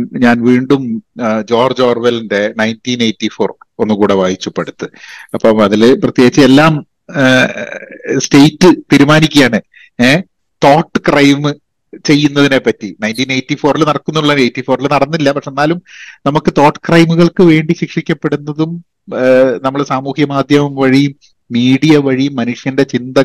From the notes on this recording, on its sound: I had a long Zoom call